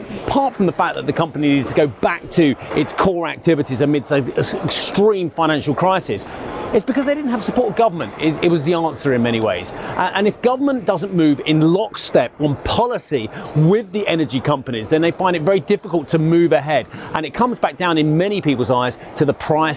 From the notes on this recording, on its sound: We are also live at the ADIPEC summit in Abu Dhabi.